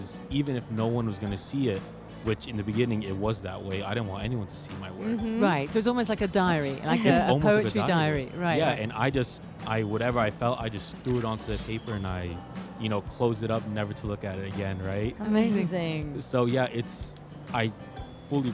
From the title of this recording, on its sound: Live from SIBF 2023